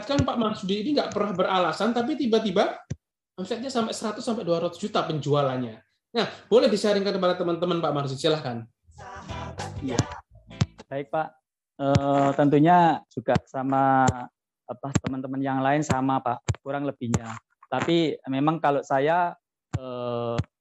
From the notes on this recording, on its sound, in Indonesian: Podcast ini adalah hasil rekaman webinar